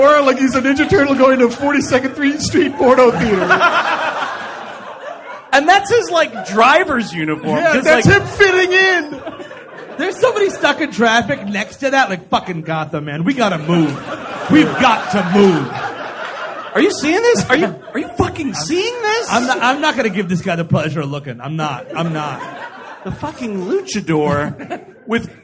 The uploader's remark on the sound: Live! at the Hollywood Improv. Recorded live in front of a sold out room.